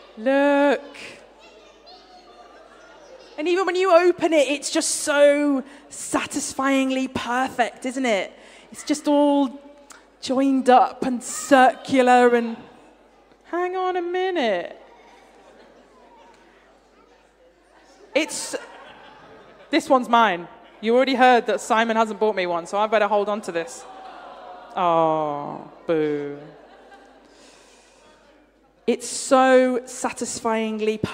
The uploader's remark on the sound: Streamed live at St Paul's Shadwell